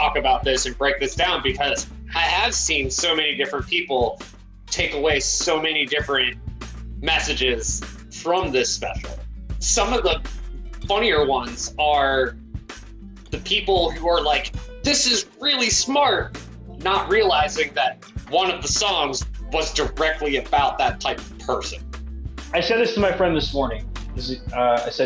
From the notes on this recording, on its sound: Apologies for the audio quality. This was recorded over Zoom.